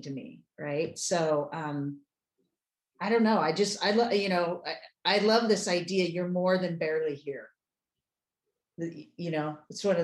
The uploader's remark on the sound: from one of our weekly Live Zoom calls with the 10,000 NOs Insiders Community